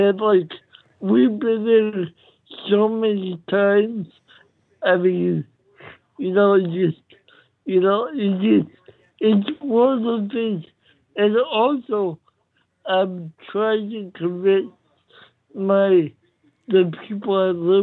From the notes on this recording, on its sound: This is the Live Call-in Show